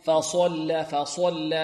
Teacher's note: الفاء مرققة والصاد مفخمة، وكذلك اللام مرققة